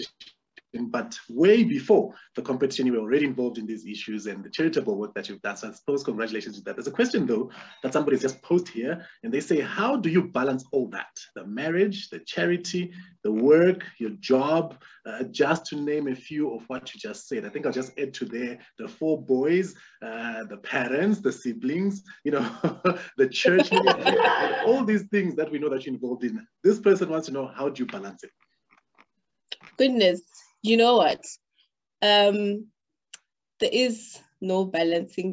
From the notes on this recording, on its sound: The series is webcast via Zoom